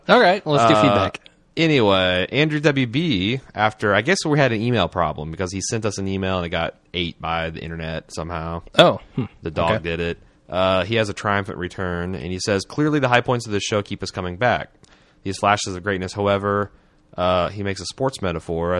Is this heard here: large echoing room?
no